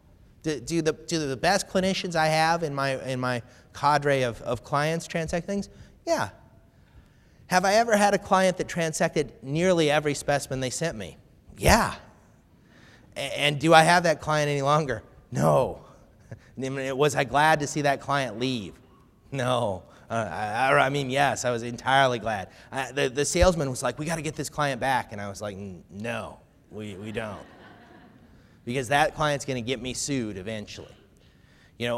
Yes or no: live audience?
yes